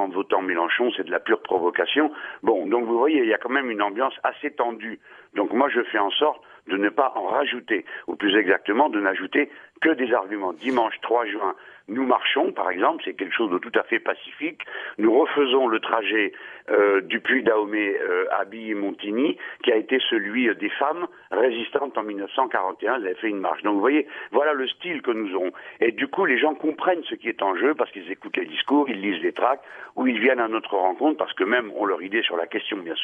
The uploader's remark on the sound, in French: Il a r&#233;pondu par t&#233;l&#233;phone. Interview dans la matinale de France Bleu Nord. Il a répondu par téléphone.